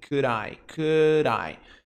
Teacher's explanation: Quando você junta esse D com I ou com qualquer outra palavrinha que tenha som de vogal, a I, por exemplo, esse D no inglês americano vai soar como o nosso R.